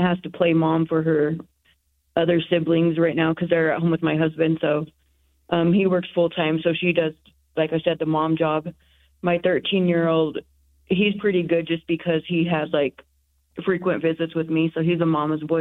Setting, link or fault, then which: link, phone line